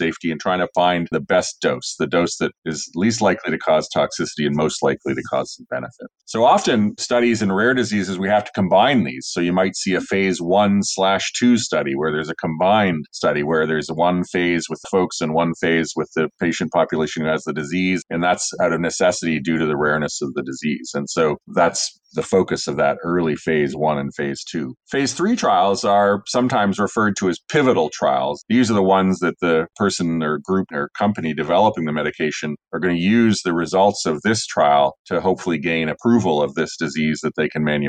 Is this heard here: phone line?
no